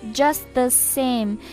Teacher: 你听上去呢，这个 t 根本就没有读